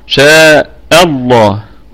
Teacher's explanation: طيب، ولو شاء الله، الله لفظ الجلالة أعظم اسم في الكون، الهمزة همزة وصل تثبت في البدء، وتثبت في البدء وتسقط وصلا، واللام مفخمة لأن ما قبلها مفتوح، واللام لام لفظ الجلالة مفخمة لأنها مسبوقة بفتحة اللي هي فتحة الهمزة، شاء الله.